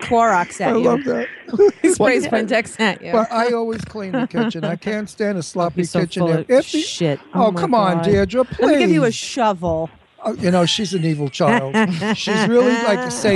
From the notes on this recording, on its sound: Have fun with call in guests. Broadcast live from the W4CY studios.